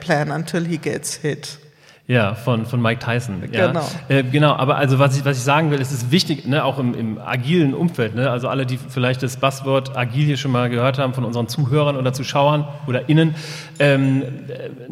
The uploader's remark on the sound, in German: Die Folge ist zweigeteilt: Eine Live-Aufnahme im Rahmen des Donnerstalks im Heimathafen im Alten Gericht und eine Studioaufnahme, mit gerade einmal 12 Stunden zwischen beiden Aufzeichnungen.